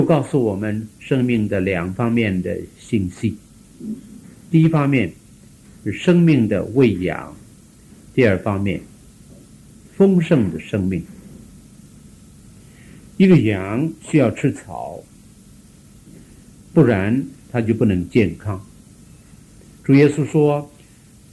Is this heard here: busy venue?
no